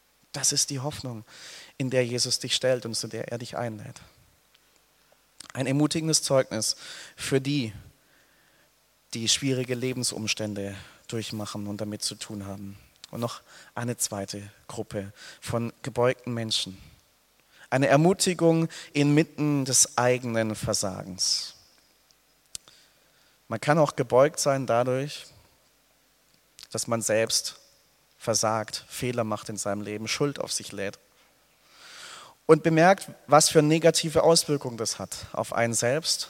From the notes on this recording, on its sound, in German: aus dem Gottesdienst der Liebenzeller Mission